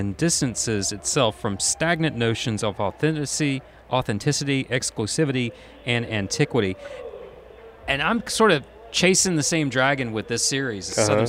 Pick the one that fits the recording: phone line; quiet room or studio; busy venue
busy venue